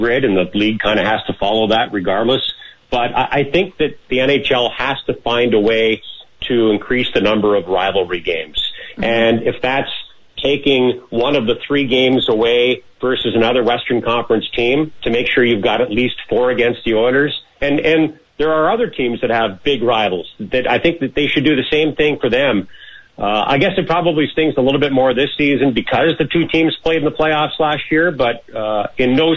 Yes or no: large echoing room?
no